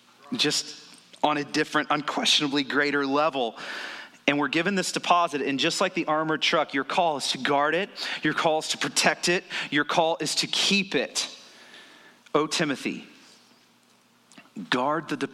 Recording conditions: large echoing room